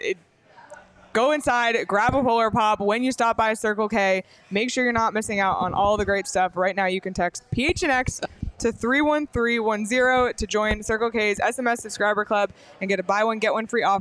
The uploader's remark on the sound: live from Love & Exile in Nashville